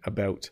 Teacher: It's very round in the O sound